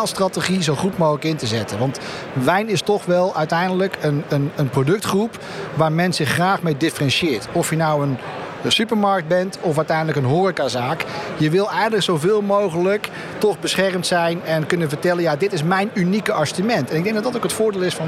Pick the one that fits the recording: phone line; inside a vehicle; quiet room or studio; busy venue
busy venue